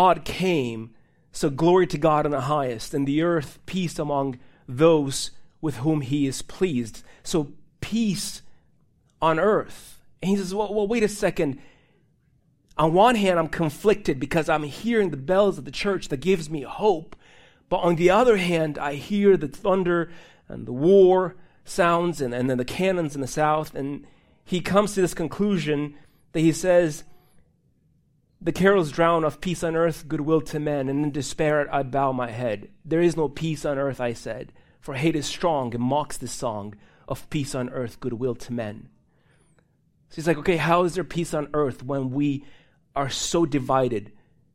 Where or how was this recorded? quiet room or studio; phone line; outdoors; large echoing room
large echoing room